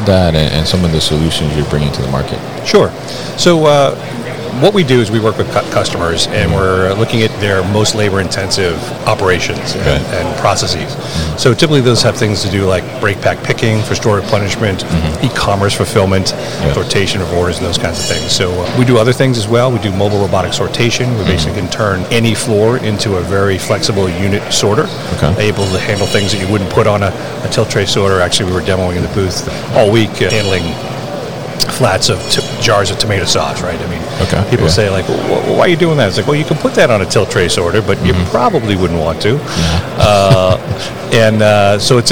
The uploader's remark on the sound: Berkshire Grey at MODEX 2022. Live from the booth at MODEX.